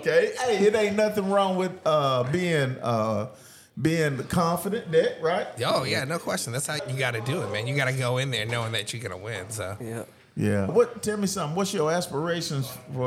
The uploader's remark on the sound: Live at the Best Damn Detailer car show